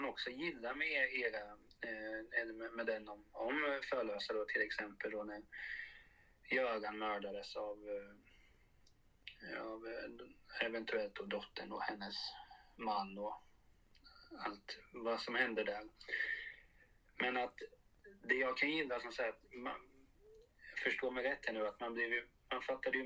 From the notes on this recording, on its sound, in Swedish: En brasklapp är att det blev något vajsing med ljudet under inspelning. Mitt ljud påminner om telefonröst.